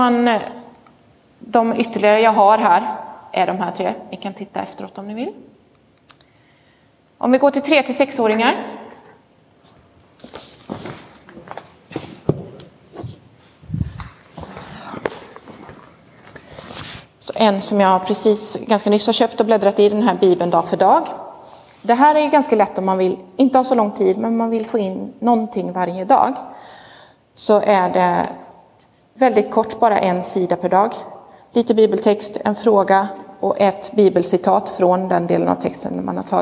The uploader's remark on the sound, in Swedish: Inspelad i Roseniuskyrkan den 23 oktober 2022.